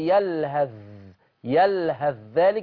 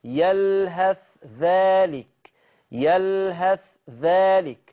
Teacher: احنا في حفص بنقول يلهث يلهث ذلك بالادغام، لكن ورشه هيظهر الثاء عند الذال